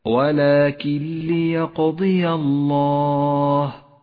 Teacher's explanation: حكم الإدغام بلا غنة في قوله تعالى ولكن ليقضي ولكن ليقضي، النون الساكنة وبعدها حرف اللام، إدغام بلا غنة، نسقط النون من اللفظ ولذلك لونت بالرمادي إشارة إلى عدم نطقها، ونشدد حرف اللام الذي بعدها